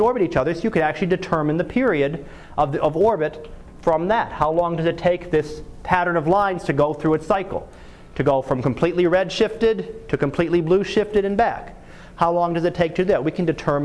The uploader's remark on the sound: Live Class Lecture